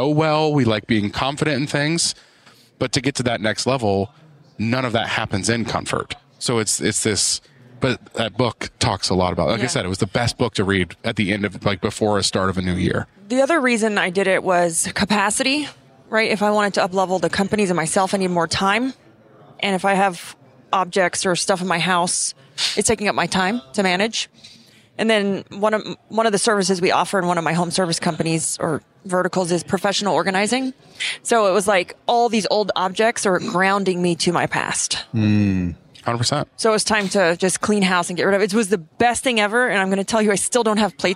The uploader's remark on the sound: Pod-Row at Synkd LIVE